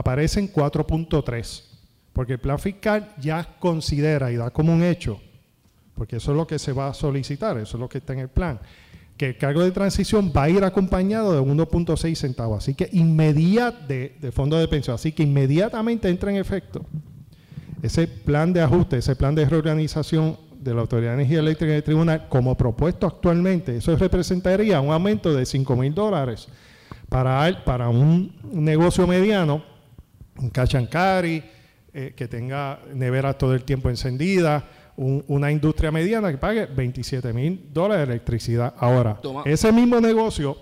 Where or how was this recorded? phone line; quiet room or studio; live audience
live audience